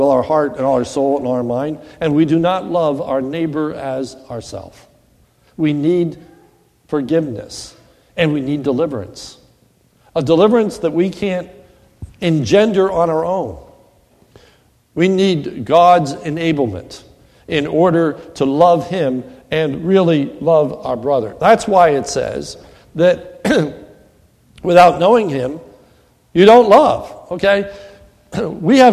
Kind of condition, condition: setting, large echoing room